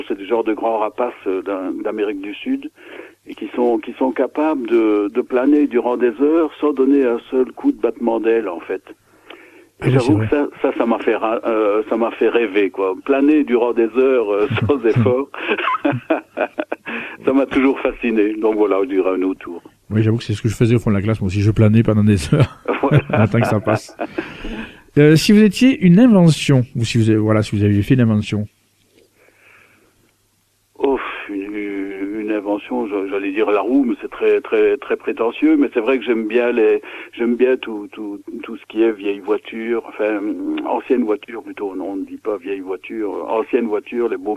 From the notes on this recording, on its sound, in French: reçoit par téléphone